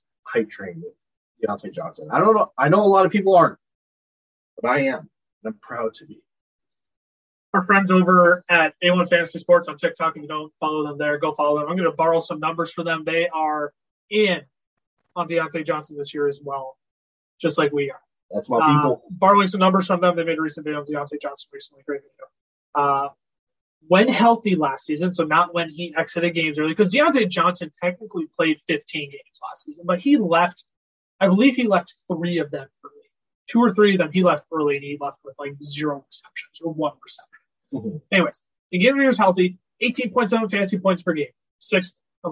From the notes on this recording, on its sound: We recognize the audio quality of this video is substantially lower than normal.